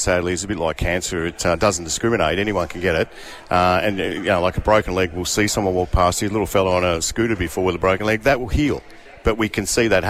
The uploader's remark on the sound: Live from Bendigo Health for Move For Mental Health! The Triple M team were live at Bendigo Health to kick off a 24 hour fitness marathon.